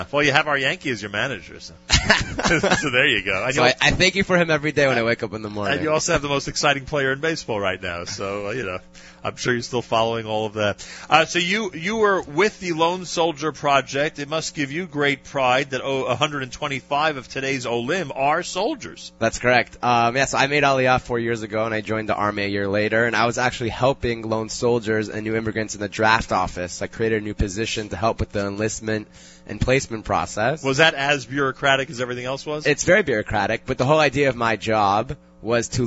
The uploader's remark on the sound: Live from JFK International Airport